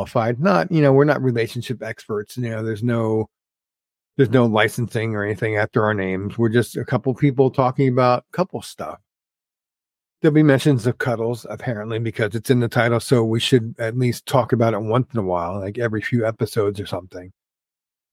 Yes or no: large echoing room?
no